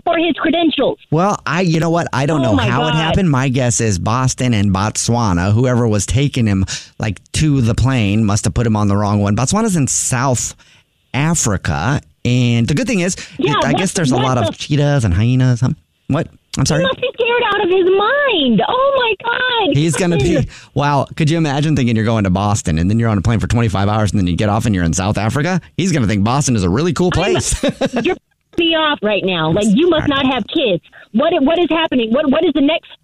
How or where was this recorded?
phone line